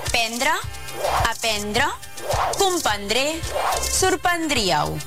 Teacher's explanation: és habitual no pronunciar la primera R del verb prendre i derivats en les formes d'infinitiu, futur i condicional